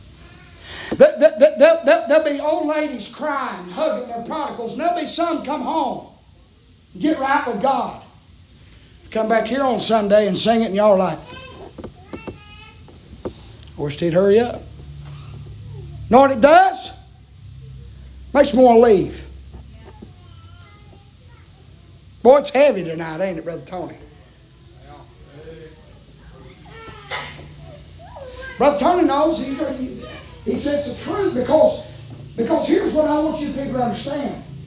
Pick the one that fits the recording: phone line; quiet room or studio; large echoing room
large echoing room